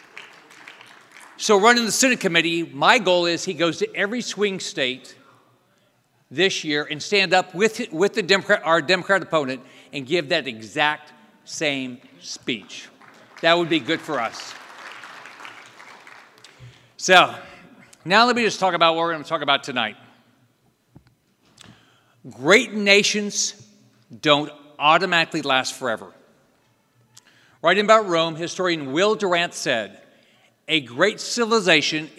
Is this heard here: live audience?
yes